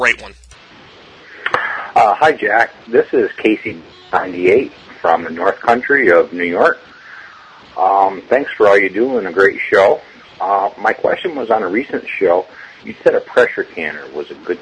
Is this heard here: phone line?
yes